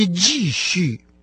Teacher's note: Продолжать по-китайски «джи-ши» – два четвертых тона